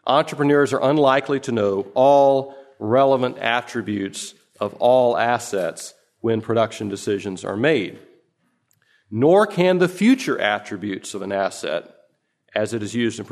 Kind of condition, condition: setting, live audience